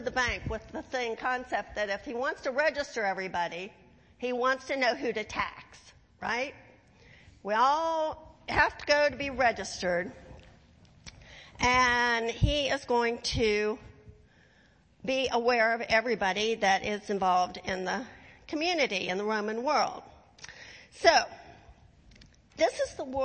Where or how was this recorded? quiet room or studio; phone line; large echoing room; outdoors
large echoing room